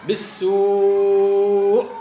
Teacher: لابد من إثبات الهمزة محققة مع المد